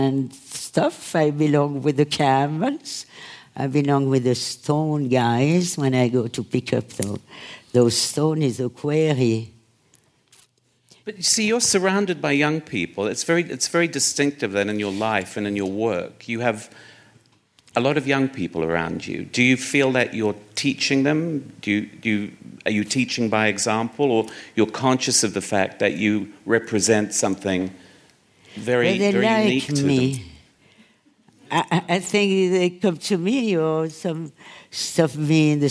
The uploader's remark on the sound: on stage at VOICES